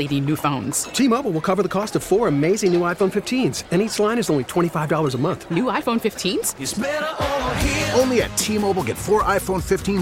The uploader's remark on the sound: LIVE from NRG for the TaxAct Texas Bowl